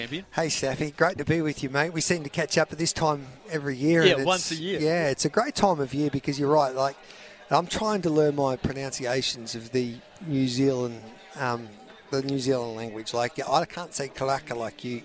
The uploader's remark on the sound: live from the big Karaka yearly sales